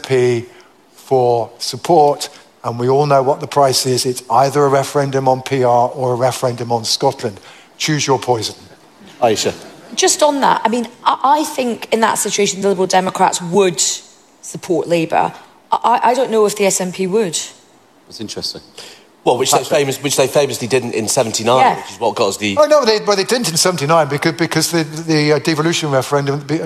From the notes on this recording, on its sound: Live at the Cheltenham Literature Festival.